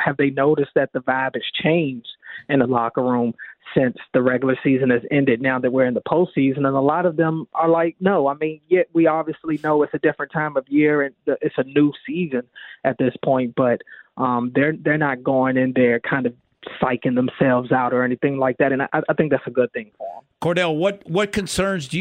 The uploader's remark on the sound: Checks in live from Ravens practice. Calls in live from the castle.